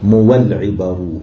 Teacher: نشبع ايه ضمة الراء يعني تصبح واوا ساكنة بعدها، نقول عبر يبقى ثلاث حركات سكون.